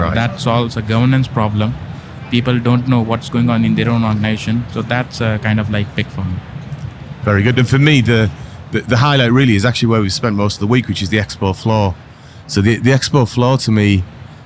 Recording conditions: busy venue